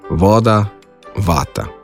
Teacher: Pred samoglasnikom se fonem V izgovarja dvoustnično. To pomeni, da zobe rahlo prislonimo k spodnji ustnici.